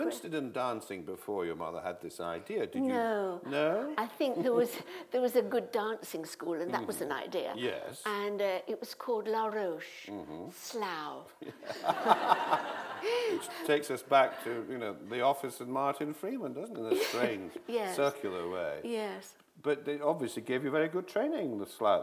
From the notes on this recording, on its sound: This is a recording of a live event from October 2012.